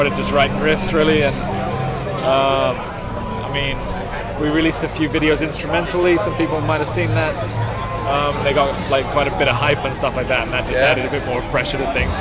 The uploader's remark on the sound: Bloodstock 2023 Interviews.